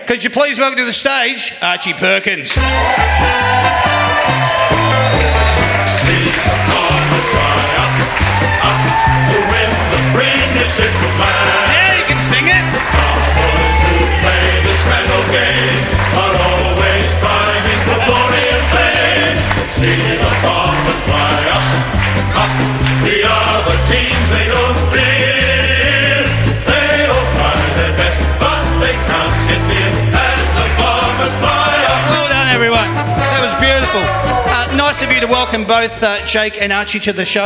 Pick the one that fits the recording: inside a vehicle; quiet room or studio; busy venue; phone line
busy venue